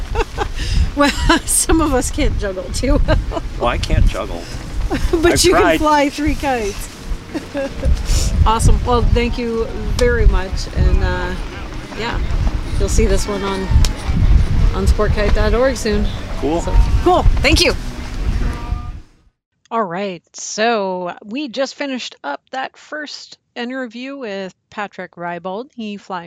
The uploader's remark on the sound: While at the Washington State International Kite Festival